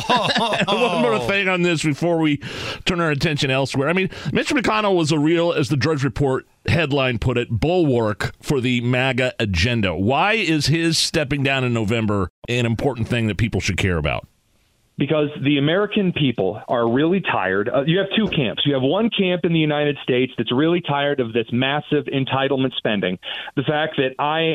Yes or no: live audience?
no